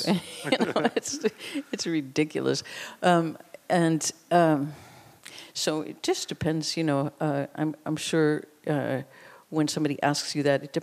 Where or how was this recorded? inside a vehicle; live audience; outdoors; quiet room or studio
live audience